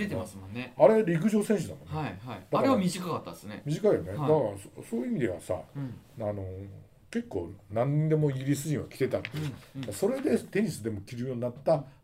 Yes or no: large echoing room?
no